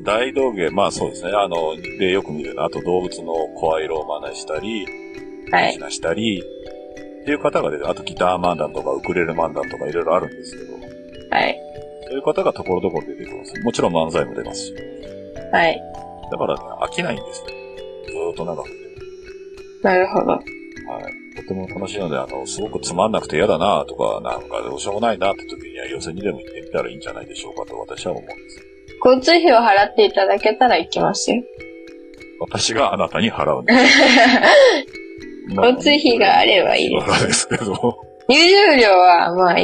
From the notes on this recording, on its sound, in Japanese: 闇スタッフの失敗で普段と違う録音の仕方をしてしまい、音声が汚い。